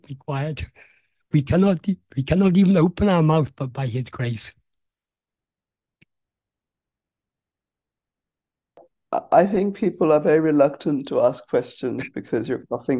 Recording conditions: video call